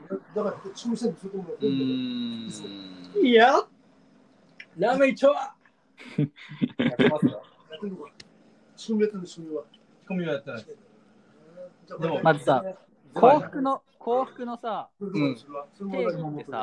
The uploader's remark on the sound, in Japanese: かなり雑音が入ってます。聞きづらいかもしれないです。